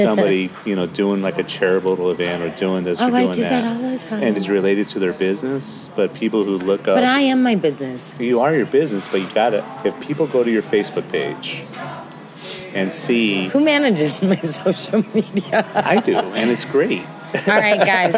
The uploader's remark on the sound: "Live" from the Arizona Sands Club in Tucson AZ